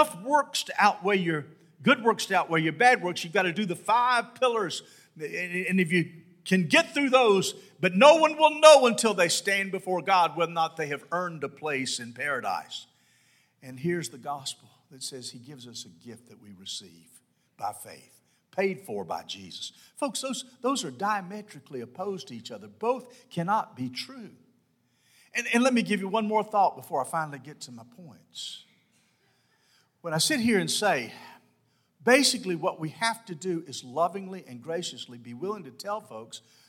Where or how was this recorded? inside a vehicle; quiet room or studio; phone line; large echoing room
large echoing room